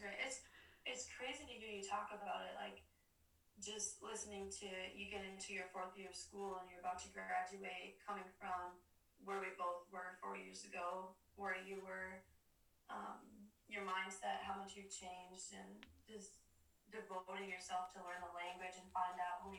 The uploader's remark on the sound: Technical Difficulties and All!